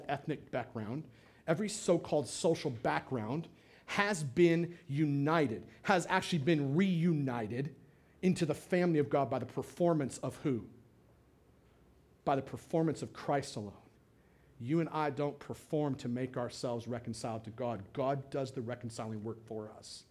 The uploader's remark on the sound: on August 27th, 2017 at The Well, an Acts 29 and Converge Heartland Church in Hastings, NE